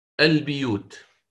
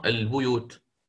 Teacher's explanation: الإمام شعبة يكسر الباء · Shown in: first take · وهذا كله مخالفة لحفص مثل ما ذكرت، لأن حفص يقرأ البيوت بضم الباء.